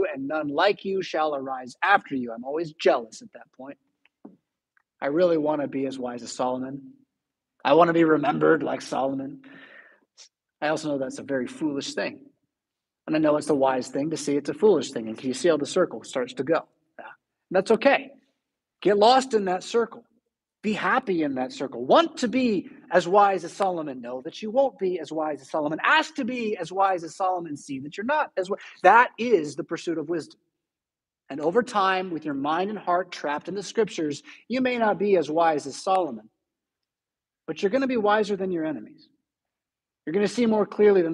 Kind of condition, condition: setting, large echoing room